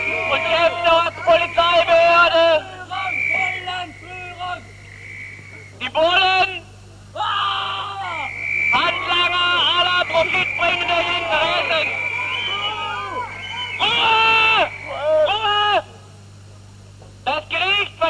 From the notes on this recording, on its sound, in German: Livemitschnitt einer Strassenaktion zur geplanten Räumung der Hildastrasse 31.